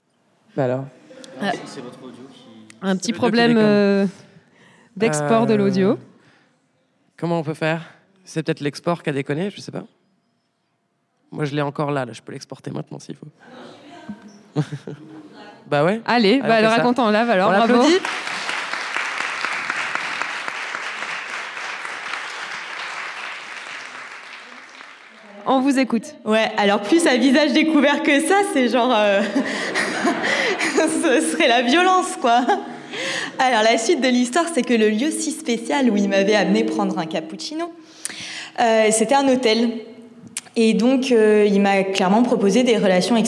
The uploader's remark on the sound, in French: En live à Sciences Po Aix. Nous enregistrons en live depuis un amphithéatre de Sciences Po Aix. Cet épisode est un peu spécial car il a donné lieu à une libération de la parole des étudiantes présentes dans la salle.